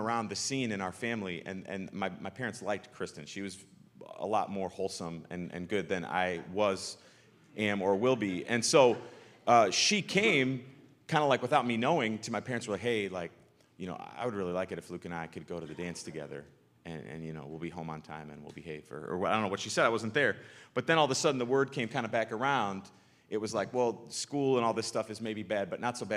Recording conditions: large echoing room